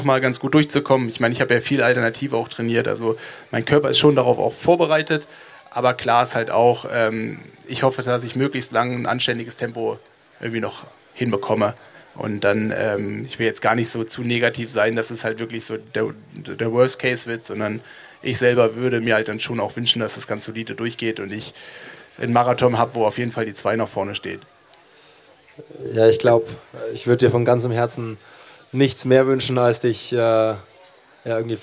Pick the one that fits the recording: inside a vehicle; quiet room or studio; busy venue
busy venue